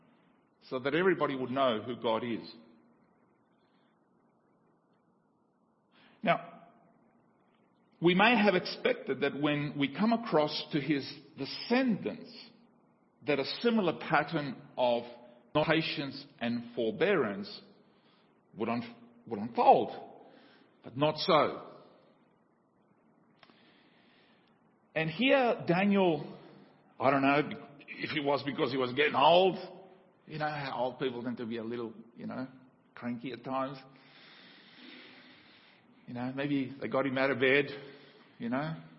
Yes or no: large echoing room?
yes